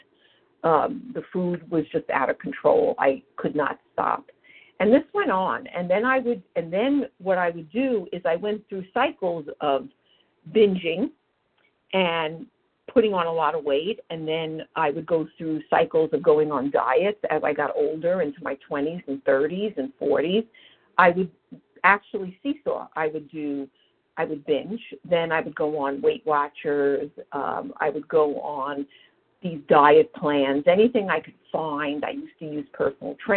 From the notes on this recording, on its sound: From the 100 Pounders Phone Meeting.